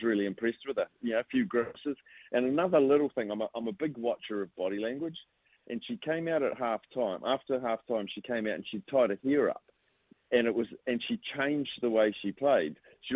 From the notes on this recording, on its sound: joins the show on the phone